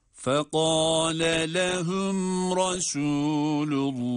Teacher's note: Şimdi burada ayrı kelimeler olduğunu ifade için, vurgulamak için fekale lehum, yani ikinci lama başlarken bir ses vurgusuyla farklı kelime olduğunu ifade etmemiz gerekiyor. Şöyle fekale lehum Resulullahi, burayı fekale lehum şeklinde değil.